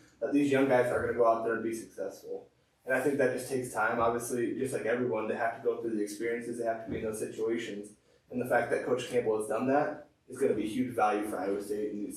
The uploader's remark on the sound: Due to technical difficulties, the audio is a little lower quality than normal